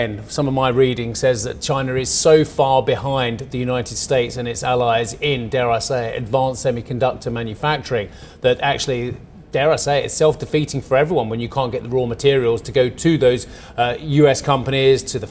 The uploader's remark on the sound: We are live in Vienna for the Opec Seminar.